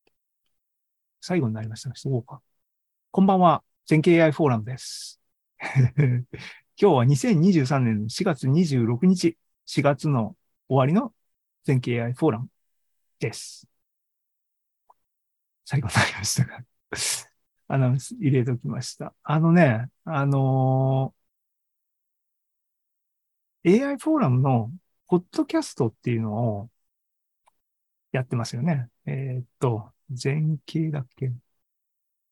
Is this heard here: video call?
yes